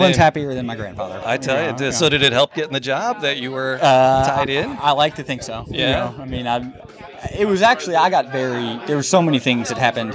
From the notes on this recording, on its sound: Live at the Wine Garden. Wasn’t sure that audio would turn out, glad it did.